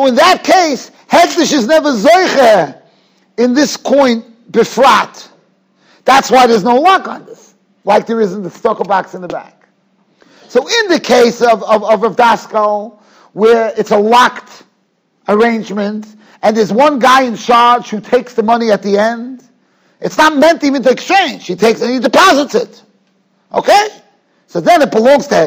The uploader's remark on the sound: Shiur recorded in Yeshivas Ohr Reuven, Monsey, NY.